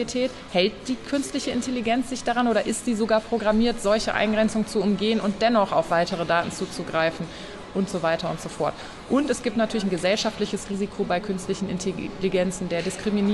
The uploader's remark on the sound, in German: Live von der IDACON 2023